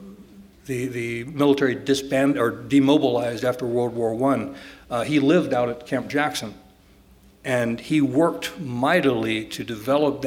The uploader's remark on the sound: This public conversation was recorded as part of a series presented in January and February, 2018, and sponsored by the USC College of Arts and Sciences.